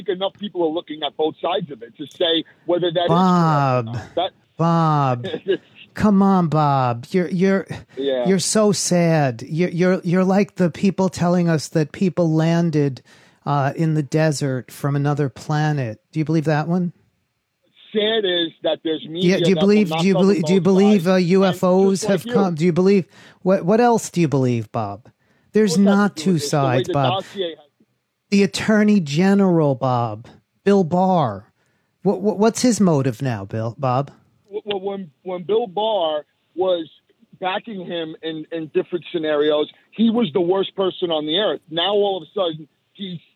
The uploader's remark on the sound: Called into my SiriusXM show.